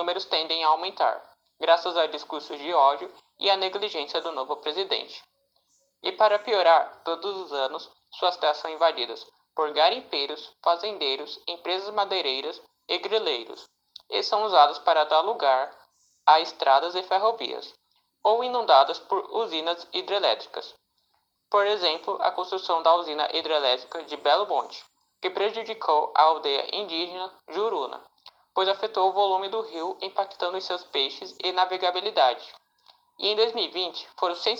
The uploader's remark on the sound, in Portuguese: desculpem a qualidade do áudio